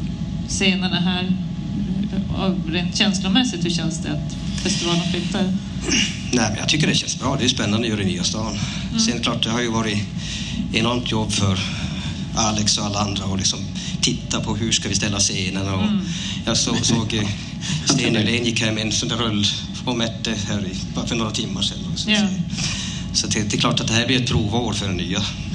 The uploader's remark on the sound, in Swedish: Bandkollen spelade in LIVE för första gången inför en publik! Kirunafestivalen bjöd in oss till årets festival och vi tackade ja.